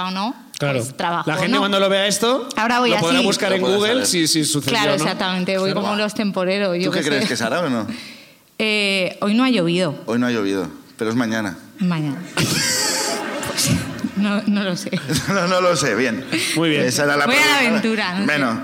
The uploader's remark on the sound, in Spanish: La Ruina desde Valencia. El público sube a contarnos sus problemas.